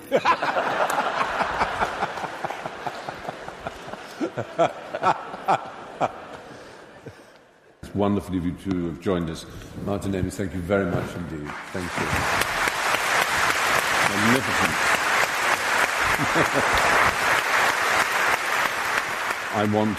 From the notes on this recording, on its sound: The event originally took place on the 11th November 2011 at The Southbank Centre’s Royal Festival Hall and was watched live by 2500 at the venue. At The Southbank Centre’s Royal Festival Hall and was watched live by 2500 at the venue, and by thousands more in UK cinemas and online.